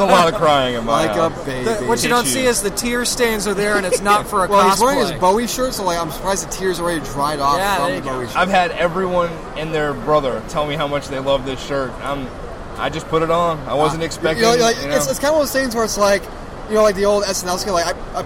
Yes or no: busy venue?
yes